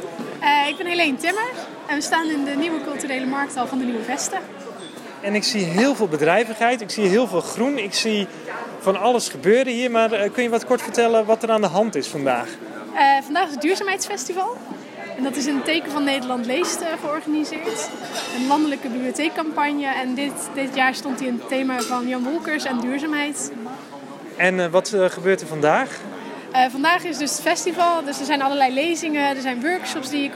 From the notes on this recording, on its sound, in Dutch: Zijn we te gast op het Duurzaamheidsfestival van Breda waar we de opening verzorgen met een ludieke quiz. Daarna doen we een rondje en vragen we de bezoekers uit binnen en buitenland wat ze van ons plastic escape room concept vinden.